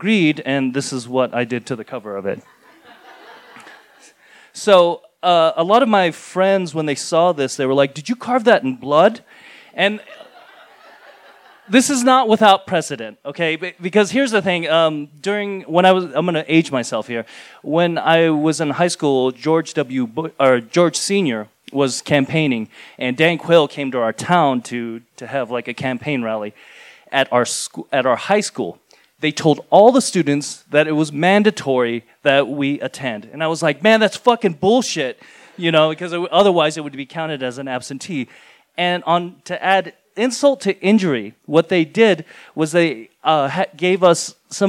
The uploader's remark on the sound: in front of a live audience on 16 May 2018 at Buntport Theater in Denver, Colorado